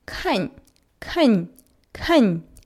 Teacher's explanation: по-китайски звучит как кань, кань, кань четвертым тоном